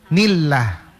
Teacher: Lafdul jalala kalau diawali oleh harokah kasroh, baca tipis.